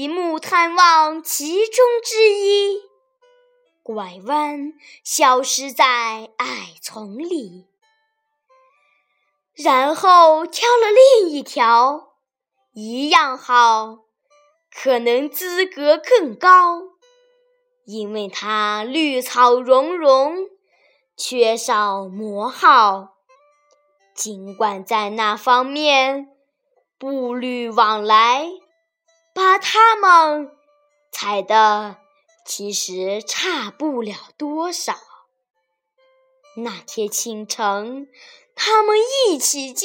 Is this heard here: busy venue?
no